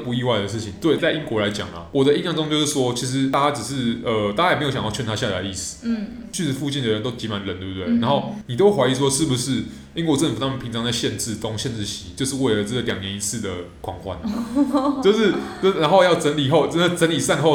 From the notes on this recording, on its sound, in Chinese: 本集白噪音指數：蚊風級 1/5。錄音地點： 某某咖啡 - MOMO Coffee Bistro。